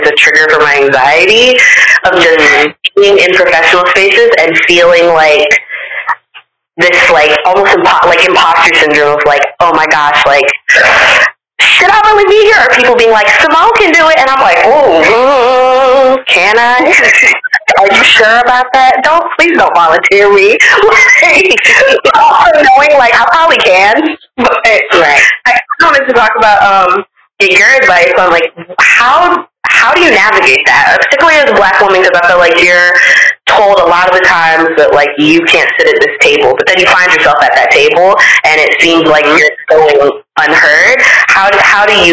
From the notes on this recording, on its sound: This interview is the first phone interview on Live From The Backseat, and we apologize for the audio quality in advance as we work to increase our production quality.